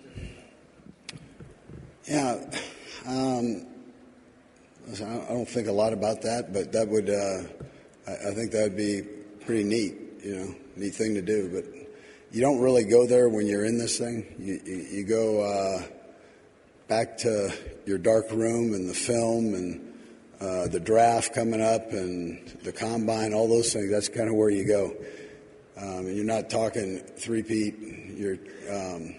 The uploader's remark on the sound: Monday Morning Super Bowl championship press conference live from Las Vegas